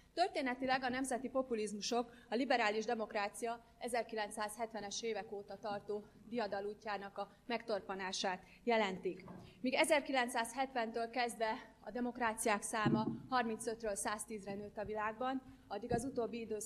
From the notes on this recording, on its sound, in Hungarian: rendezvényének felvétele